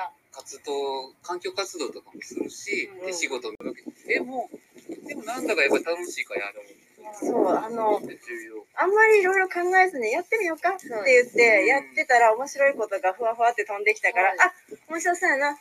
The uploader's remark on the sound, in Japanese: 初の野外収録。京都府木津川市加茂町にお出かけライブ収録してきましたよ！！